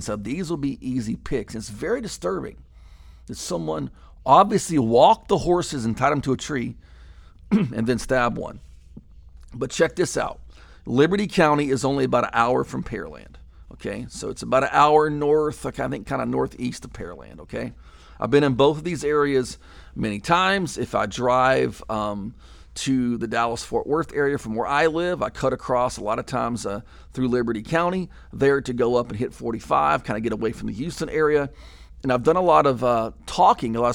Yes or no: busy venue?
no